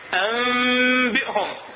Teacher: هاي الميم نشممها من هاي الباء. فإذا شممنا الميم من الباء ما راح نطبق الشفتين · Term: الإشمام